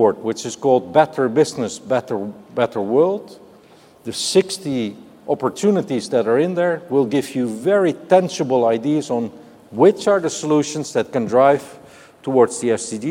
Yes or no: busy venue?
yes